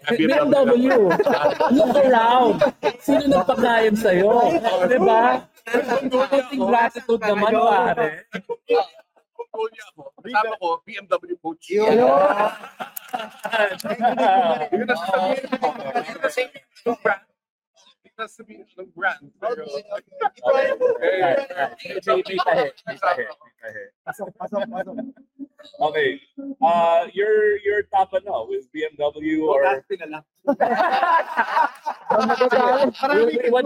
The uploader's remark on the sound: Live from the BMW Xmas party